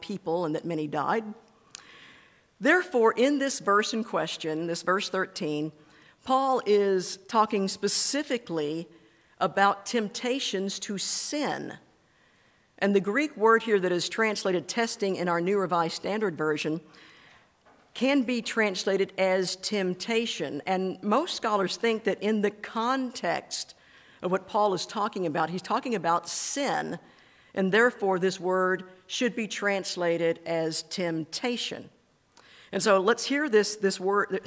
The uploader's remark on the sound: This is a recording of the scripture and sermon portion of our service on 1/28/24.